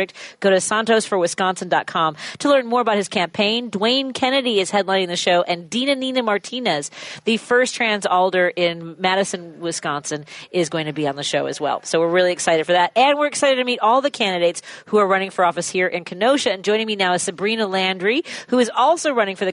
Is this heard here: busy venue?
yes